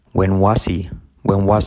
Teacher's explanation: Pero mira que podemos saltar la H.